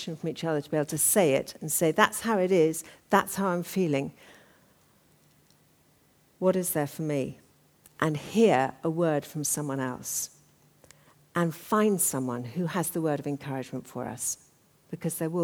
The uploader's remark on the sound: Talk from the 2013 Women and Leadership Conference.